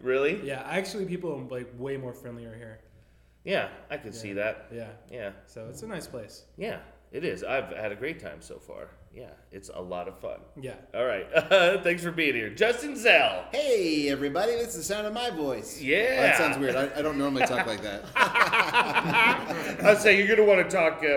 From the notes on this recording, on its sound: From the Steel City Improv Theater in Pittsburgh